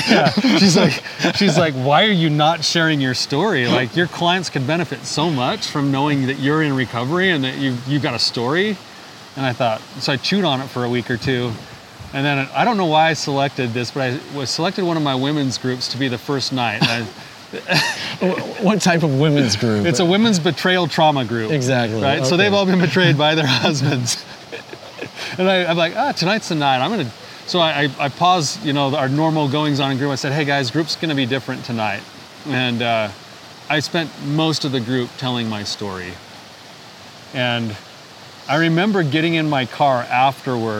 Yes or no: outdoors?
yes